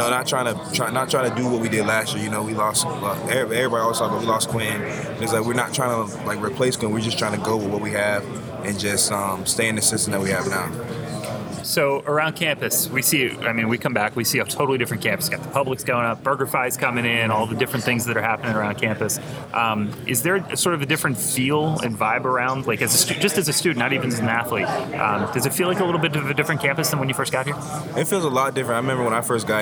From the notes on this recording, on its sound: Recorded live at AAC Media Days.